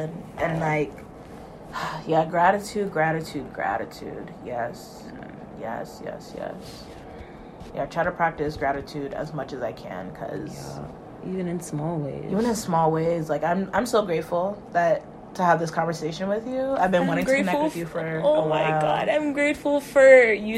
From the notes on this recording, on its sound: Please excuse the background noise! We were doodling and having our conversation.